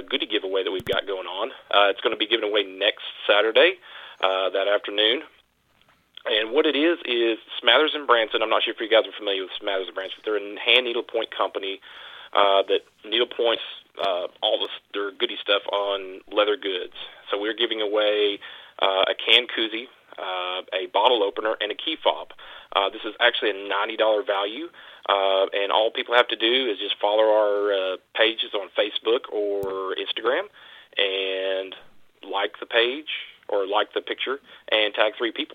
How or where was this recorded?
phone line